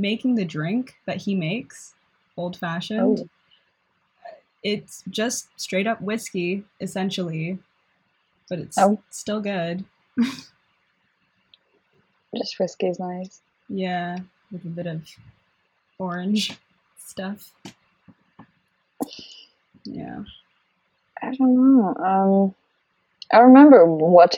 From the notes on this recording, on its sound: Shitty audio!